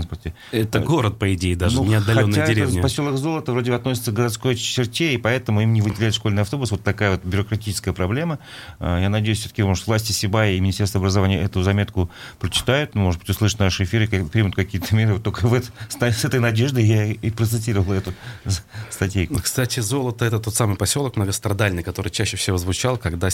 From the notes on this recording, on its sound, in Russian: По телефону